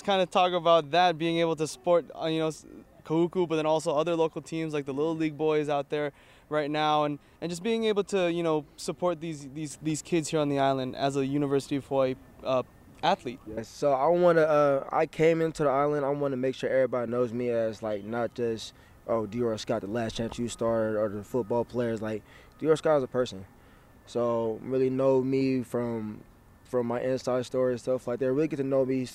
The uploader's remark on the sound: HNN Overtime’ goes on the road to UH football fall training camp. Go on location to the University of Hawaii for Rainbow Warriors football training camp.